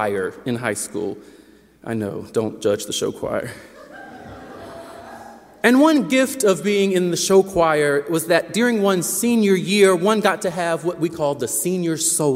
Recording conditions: large echoing room